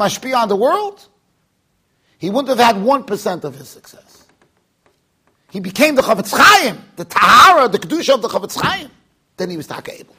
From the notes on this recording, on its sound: Shiur recorded in Yeshivas Ohr Reuven, Monsey NY.